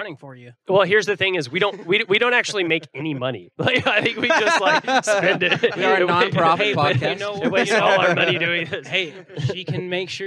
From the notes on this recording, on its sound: We're back to finish the live event with the Dallas Stars and Fort Worth Barracudas